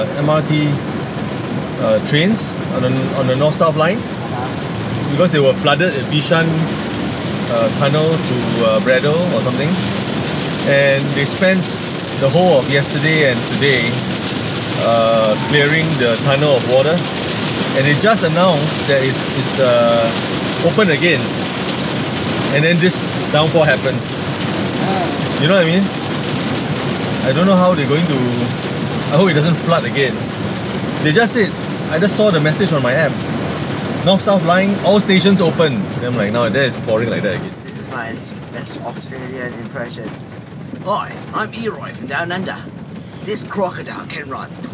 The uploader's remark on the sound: Conversations in the Car. Chats in the car, on a Sunday morning, with mom, my wife, and my son.